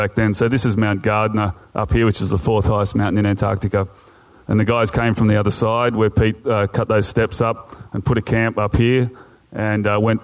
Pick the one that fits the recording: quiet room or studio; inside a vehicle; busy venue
busy venue